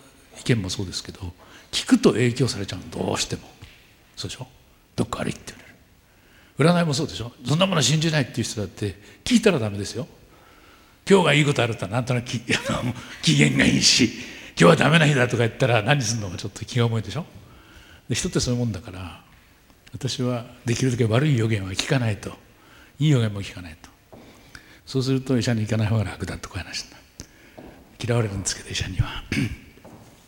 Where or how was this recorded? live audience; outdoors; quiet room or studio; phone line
live audience